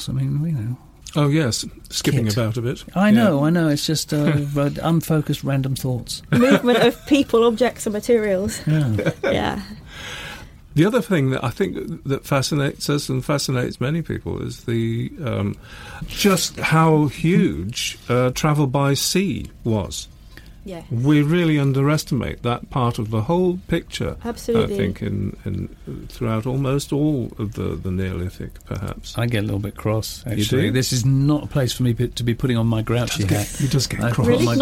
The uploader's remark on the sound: we recorded the interview in the saloon of a 43 ft sailing boat in Southampton marina